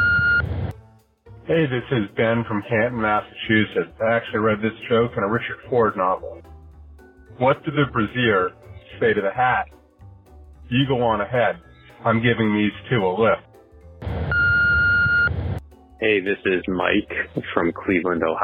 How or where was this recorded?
phone line